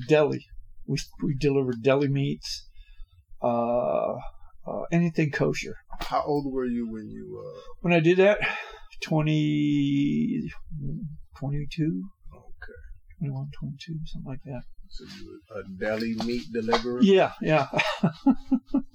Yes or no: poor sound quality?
yes